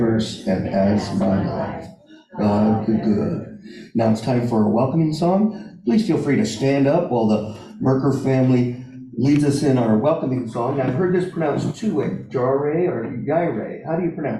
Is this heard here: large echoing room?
yes